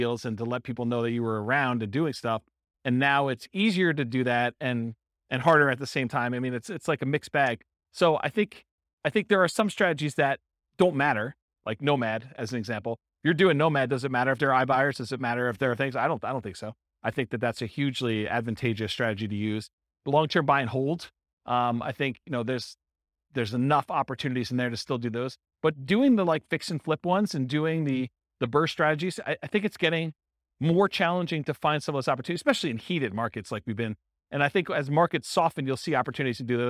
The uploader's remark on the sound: This was a live class recorded